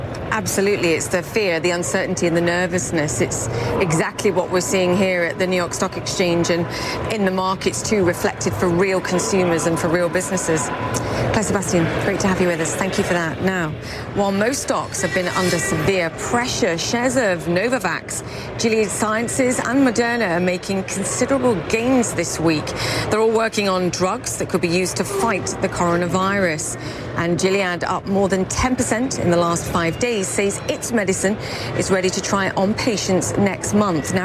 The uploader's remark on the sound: live from The New York Stock Exchange